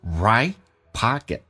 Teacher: right 的 t 去掉，但气流要阻塞，因为去掉一个表示它的空间存在，叫 right pocket.